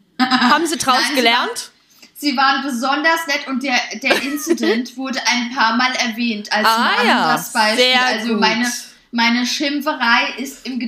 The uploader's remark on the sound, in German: die Tonqualität ist nicht optimal und in Minute 48 wird es laut.